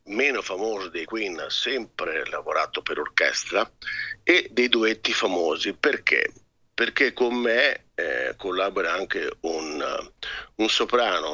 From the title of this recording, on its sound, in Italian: INTERVISTA TELEFONICA